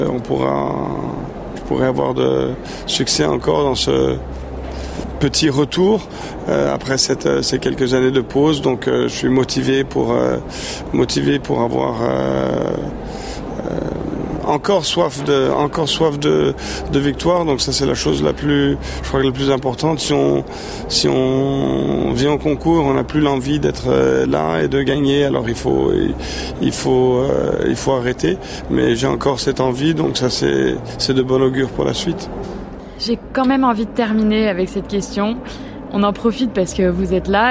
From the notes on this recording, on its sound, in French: Cet épisode on l’a enregistré il y a un mois lors du CHI de Genève. Nous avons été reçues par la maison Hermes Sellier nous avons installé nos micros dans leur loge absolument sublime.